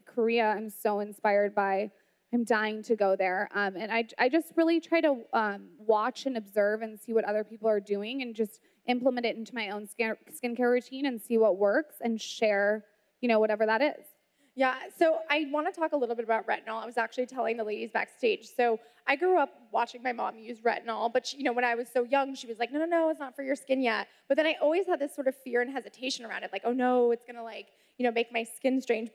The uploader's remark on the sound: we pulled audio from the last Create & Cultivate event